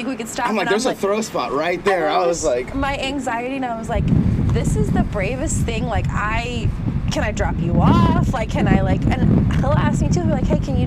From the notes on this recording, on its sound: Sorry for the wind but that view though.